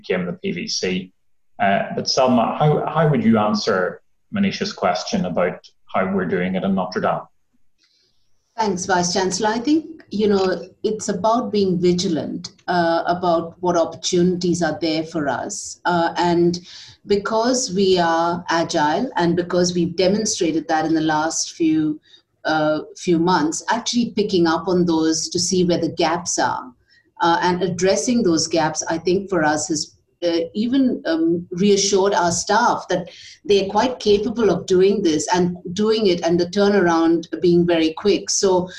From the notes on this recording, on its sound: Zoom Q&amp;A session. Student and staff representatives sat down for a Zoom Q&A session with our Vice Chancellor.